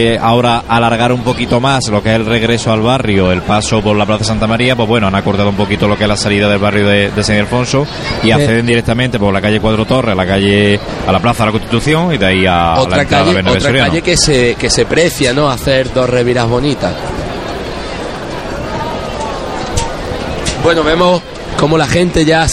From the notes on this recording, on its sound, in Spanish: Pasión en Jaén. Domingo de Ramos Tarde 2014. Llega la Cruz de Guía de la Estrella. Primeros sonidos del Paso de Misterio de Ntro.